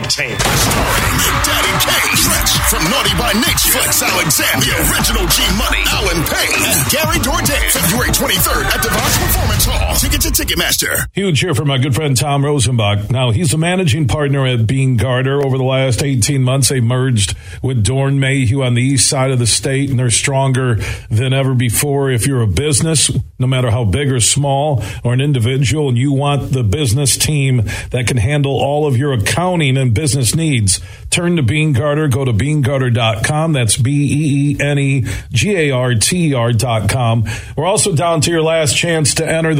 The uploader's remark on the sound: Today, we're broadcasting live from the West Michigan Golf Show inside of DeVos Place in Downtown Grand Rapids.